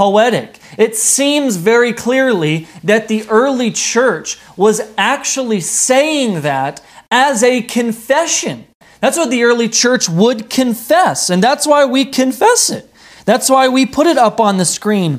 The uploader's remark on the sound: This message wad delivered on November 1st, 2020 at Redeemer Community Church.